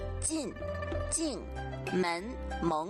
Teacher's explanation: 左权人说话不分前鼻音和后鼻音，晋、静、门、萌不分